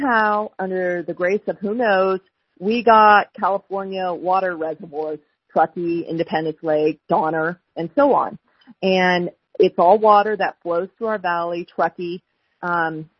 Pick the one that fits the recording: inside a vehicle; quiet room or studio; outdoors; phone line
phone line